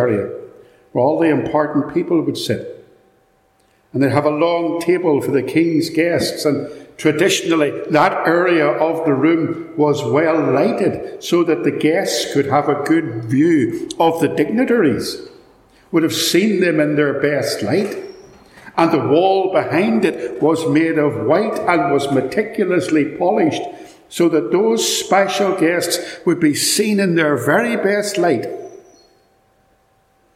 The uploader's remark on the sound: Recorded at Ballymacashon - so apologies for the echo!